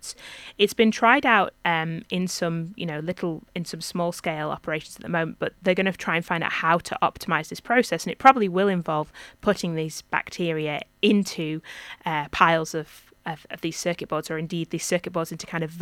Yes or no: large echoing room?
no